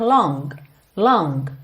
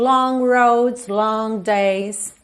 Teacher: Então, long roads, long days, ok? Eu chego a imaginar que eu vou fazer um G aqui, eu sinto na minha laringe que eu tô formando esse G, mas eu não chego a finalizá-lo. · Shown in: second take · G, ok? Então, eu tenho long roads, long days.